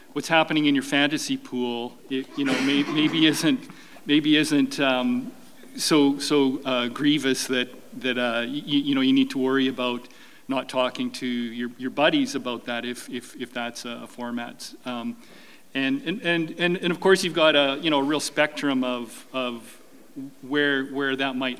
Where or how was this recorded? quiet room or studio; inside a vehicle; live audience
live audience